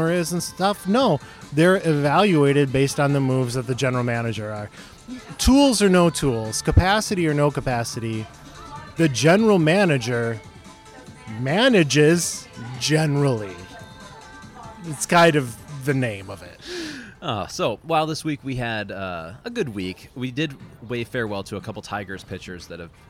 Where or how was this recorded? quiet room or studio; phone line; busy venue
busy venue